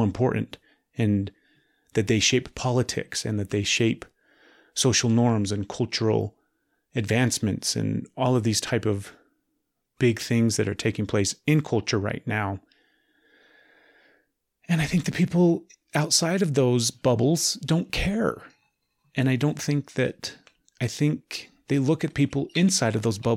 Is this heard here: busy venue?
no